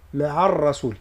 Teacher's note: ثم هنا عنا العين من معا، حاذت الراء من لفظة الرسول، والراء مفخمة لأنها مفتوحة، وزيد التفخيم يبان أكثر لأنها مشدده، فحذاري من تفخيم العين، لا نقول مع الرسول، لا مع الرسول، يعني العين نحافظ لها على الترقيق نتاعها، والراء تكون مفخمه